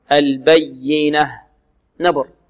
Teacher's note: والياء المشددة لابد من نبرها، لابد من النبر فيها